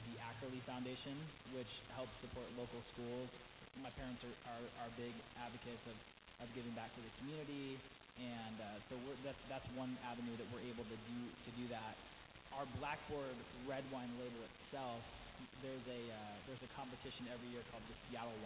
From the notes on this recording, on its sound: broadcasts live from Matthew's Winery